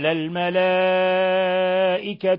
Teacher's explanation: الملائكة مد متصل يمد من 4 إلى 5 حركات